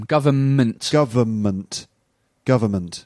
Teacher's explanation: You can hardly hear the N.